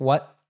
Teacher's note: So we have what there has a glottal T at the end. So it's like, what, as if you're cutting it off at the back of your throat.